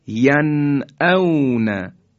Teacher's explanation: فقط نون رو کاملا به حالت سکون و در مخرج اصلی خودش به خوبی و خیلی آشکار تلفظ میکنیم و رد میشیم به این شکل، ین اون. · Term: اظهار